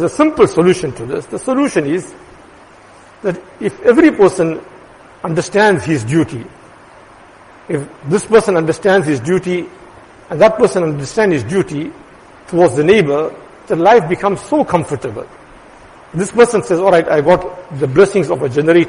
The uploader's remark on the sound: Jumuah lecture